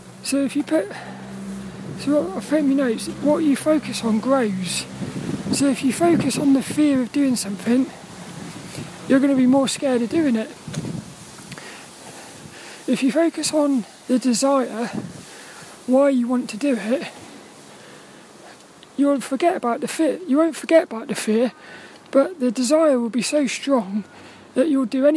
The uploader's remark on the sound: This 'About The Tings' episode was a walk and talk in the wet windy weather.